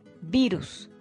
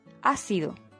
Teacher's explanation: Se acentúa en la antepenúltima sílaba. Es esdrújula · Shown in: second take